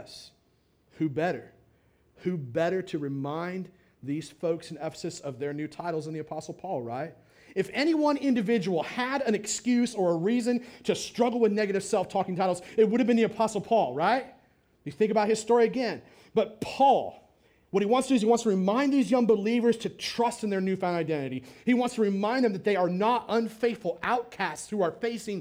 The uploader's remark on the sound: on August 27th, 2017 at The Well, an Acts 29 and Converge Heartland Church in Hastings, NE